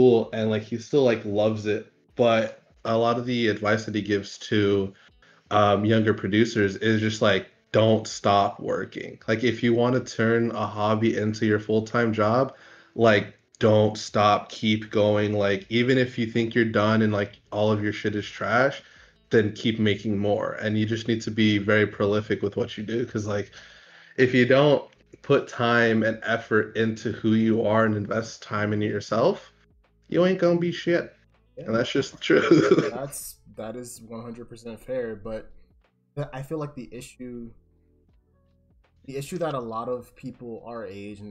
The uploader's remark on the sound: I apologize for my voice cutting out so often in the video! I wasn't aware that the program I was using to record wasn't of the best quality.